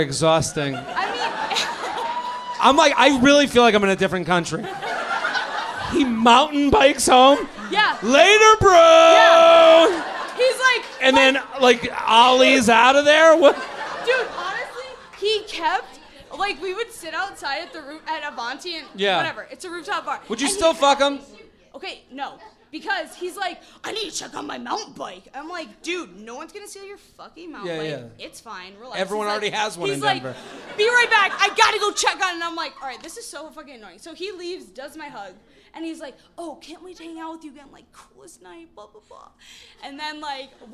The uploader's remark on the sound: LIVE From Comedy Works in Denver